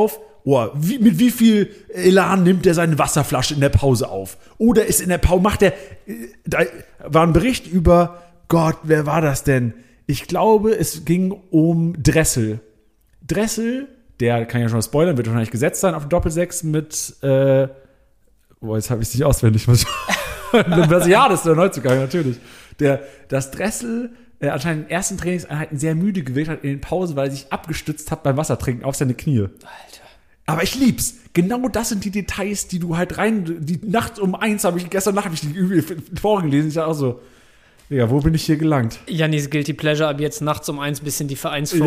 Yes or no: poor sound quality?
no